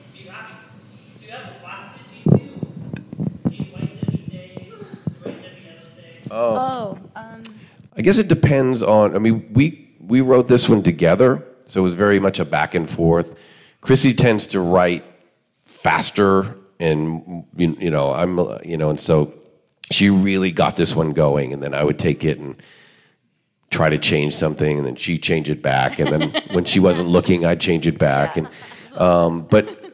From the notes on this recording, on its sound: Are coming at you live from Panic Fest 2023 for the World Premiere of Bury The Bride. On stage. This is a full-spoiler interview in front of a raucous crowd that just watched the movie.